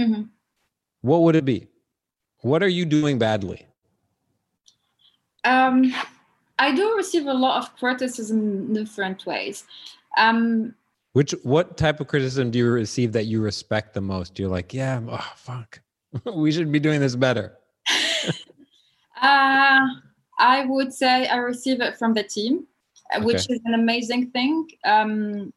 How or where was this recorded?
video call